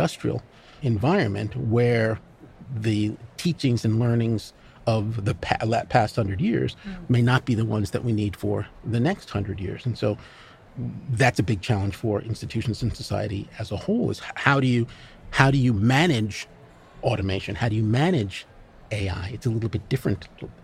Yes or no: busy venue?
yes